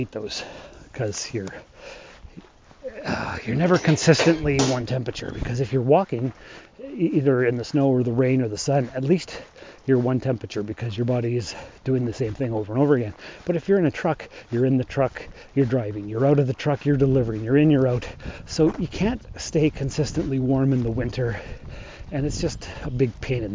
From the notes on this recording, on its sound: This week is a walk and talk type show. I will be walking along on my mail route.